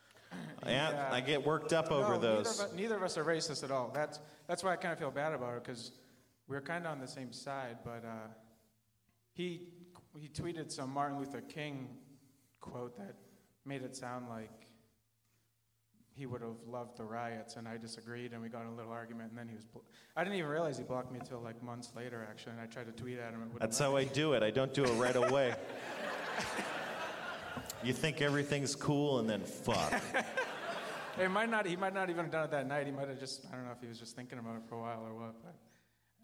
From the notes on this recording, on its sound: LIVE from Everything Is Festival 2015.